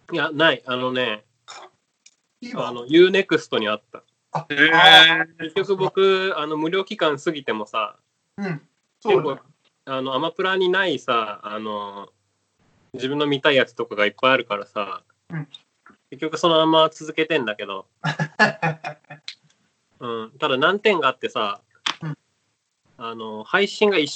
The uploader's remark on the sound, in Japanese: 初のリモート収録